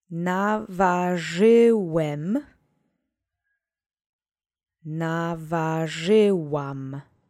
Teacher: You will find the sound zh, which you'll need for this word. The accent is on the penultimate syllable.